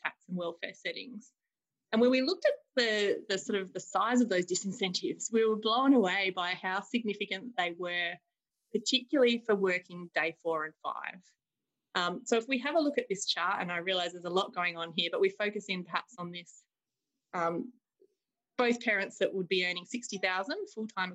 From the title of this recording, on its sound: Webinar recording